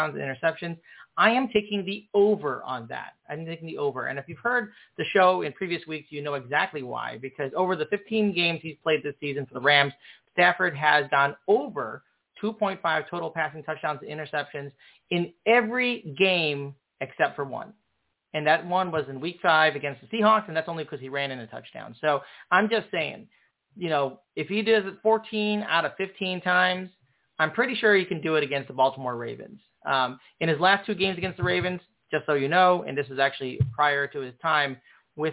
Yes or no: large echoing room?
no